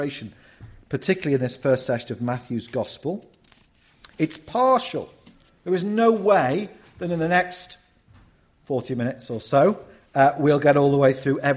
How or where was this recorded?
large echoing room